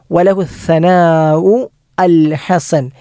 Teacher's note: വലഹു സനാഉ അൽ ഹസൻ, അവിടെ ഹ ആണ് ഐൻ ഉച്ചരിക്കുന്ന അതേ സ്ഥാനത്ത് തൊണ്ടയുടെ മധ്യഭാഗത്ത് നിന്ന് പുറപ്പെടേണ്ട അക്ഷരമാണ് ഈ ഹസൻ്റെ ഹായും.